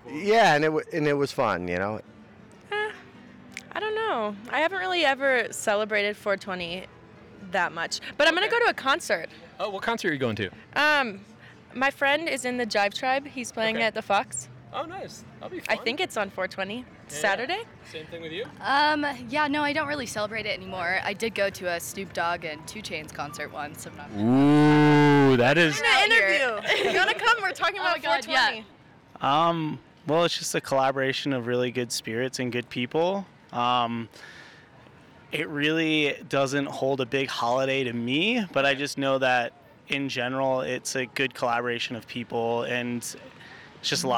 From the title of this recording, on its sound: Exclusive Street Interviews!